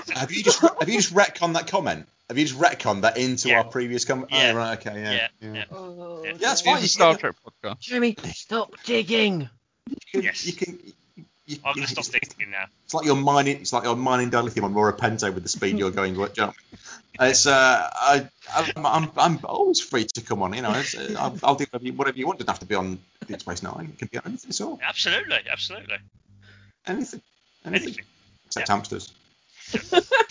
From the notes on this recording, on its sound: Note we had some technical difficulties whilst recording this over skype.